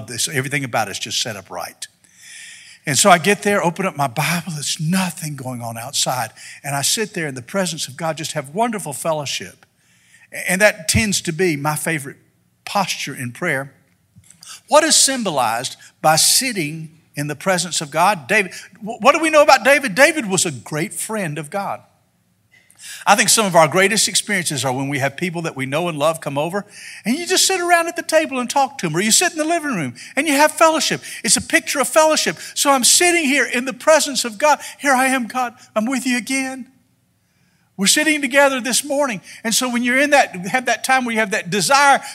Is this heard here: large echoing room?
yes